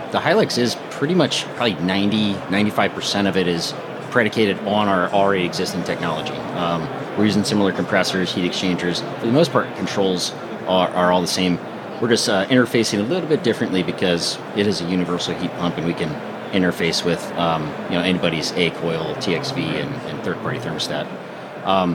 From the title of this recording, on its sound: live from AHR Expo